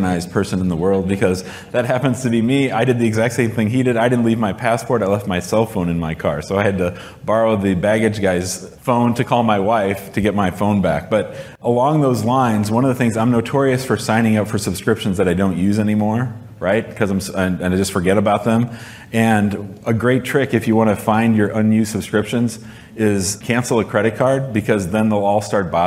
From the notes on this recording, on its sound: In this live podcast episode